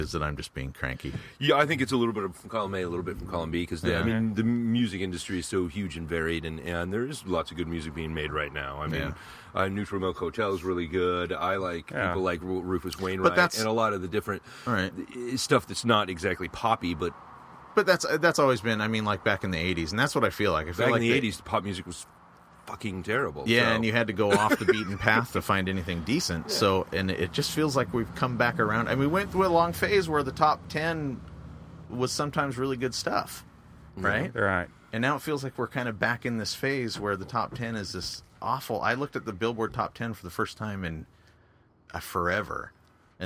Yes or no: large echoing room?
no